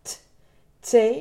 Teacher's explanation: dan heb je die lekkere natte T uit Rotterdam daar maak je dus echt een verschil mee in, het, in je verstaanbaarheid, maar ook in de klank van wat je zegt.